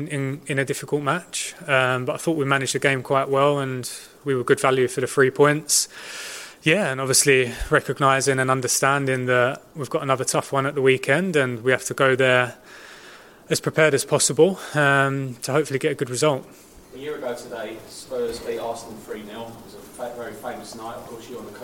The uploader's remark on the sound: PRESS CONFERENCE